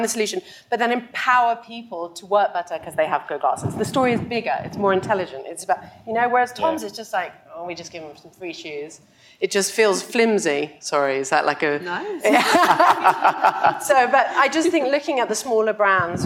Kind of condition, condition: setting, busy venue